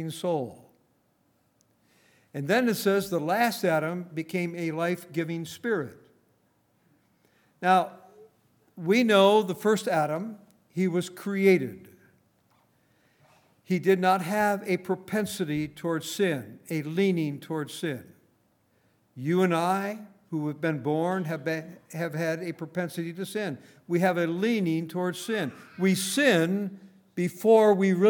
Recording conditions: large echoing room